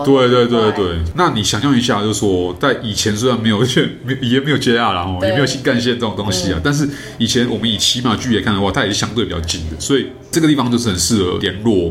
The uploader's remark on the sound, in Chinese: 本集白噪音指數：蚊風級 1/5。錄音地點： 齊客咖啡 The Gathering Cafe。